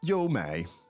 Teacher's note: First and third tone.